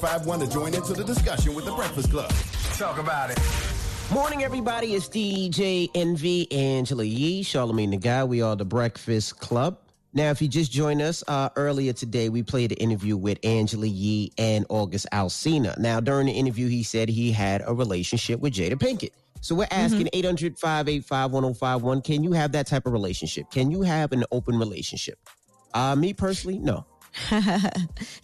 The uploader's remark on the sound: We even had people call. We had callers call up to give their nomination for "Donkey of the Day".